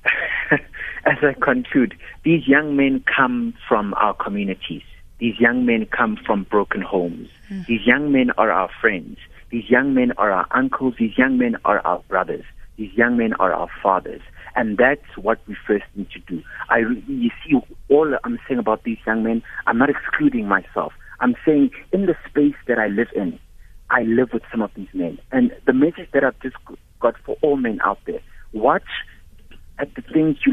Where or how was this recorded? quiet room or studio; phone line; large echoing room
phone line